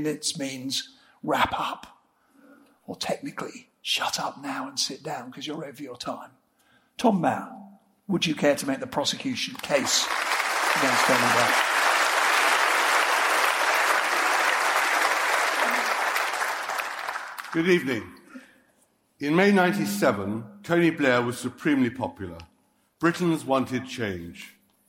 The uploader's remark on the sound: This episode features a live event which Intelligence Squared hosted in London in March 2016